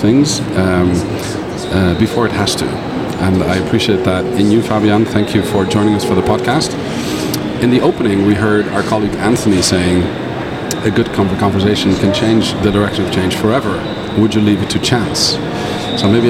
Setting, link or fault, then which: setting, busy venue